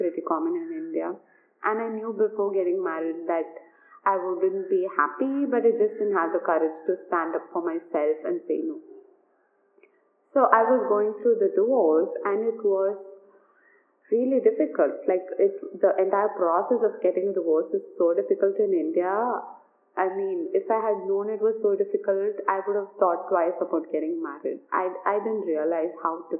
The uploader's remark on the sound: Do excuse some background noise